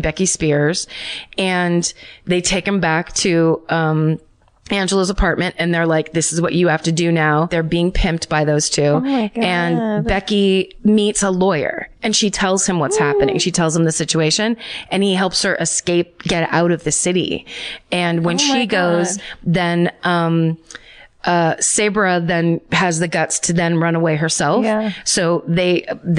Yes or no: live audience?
no